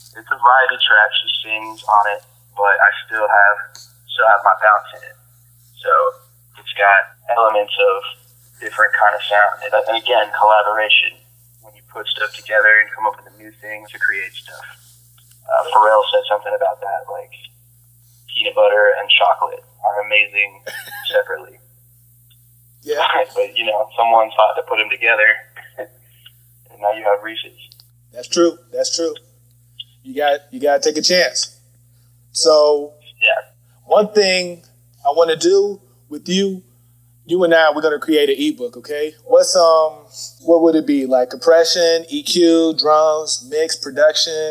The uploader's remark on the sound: Phone Interview